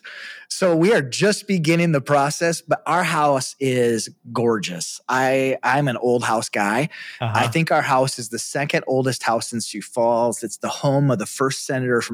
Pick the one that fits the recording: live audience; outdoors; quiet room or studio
quiet room or studio